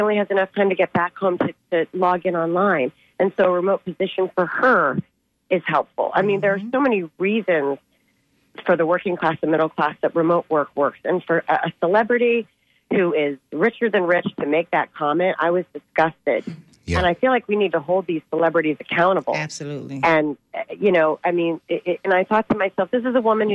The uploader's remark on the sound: unique magazine format call-in show